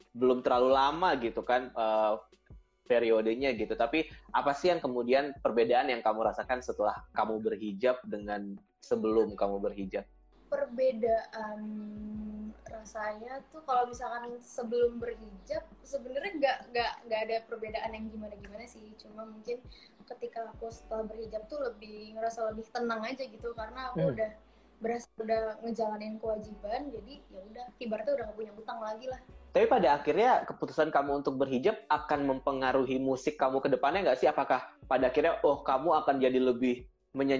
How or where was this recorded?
video call